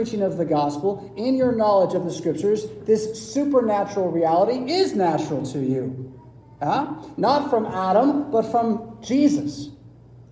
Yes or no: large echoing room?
yes